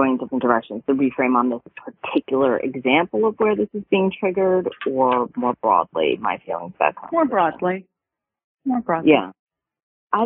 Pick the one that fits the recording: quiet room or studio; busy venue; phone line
phone line